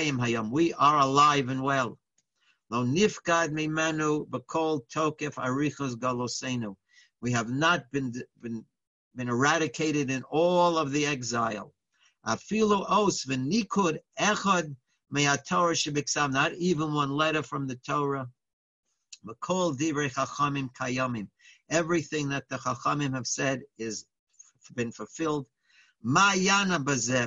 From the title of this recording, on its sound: Live On Zoom